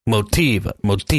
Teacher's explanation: You put your tongue on the top of your roof of your mouth or something. So it's almost like a D, like half T and half D.